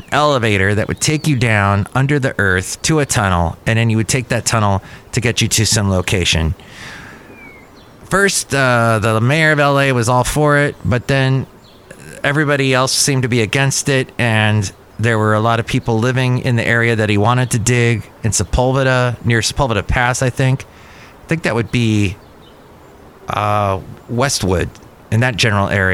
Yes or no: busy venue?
yes